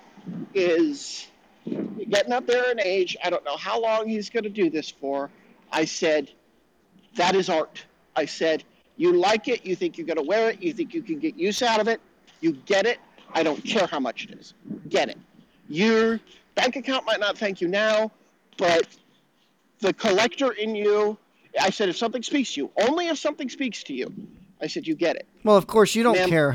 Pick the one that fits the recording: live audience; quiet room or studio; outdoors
outdoors